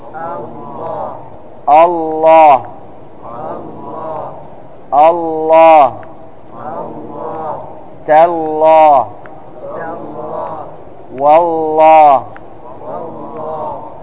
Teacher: تفخم في لفظ الجلالة إذا سبقها فتح أو ضم، فتح أو ضم، أو ألف أو واو، وما قبل الألف مفتوح وما قبل الواو مضموم. · Term: مفخمة